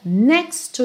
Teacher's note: é claro que você vai juntar, vai fazer um T só